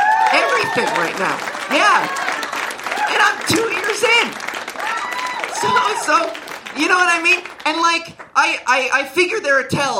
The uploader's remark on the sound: LIVE SHOW RECORDING. My first ever live show!!